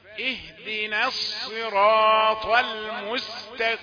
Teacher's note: استمر على ترقيق النون ثم تأتي بالصراط وتعطيها حقها في التفخيم